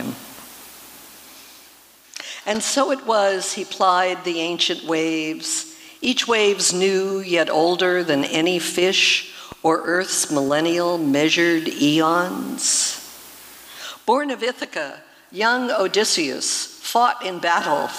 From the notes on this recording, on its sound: 2023 FPG-Liberty Theatre-Saturday Night-First Set. These performances were recorded at the Liberty Theatre on Saturday, February 25th, 2023.